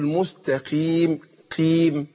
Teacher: والقاف هنا مكسورة بتاخد أدنى درجات التفخيم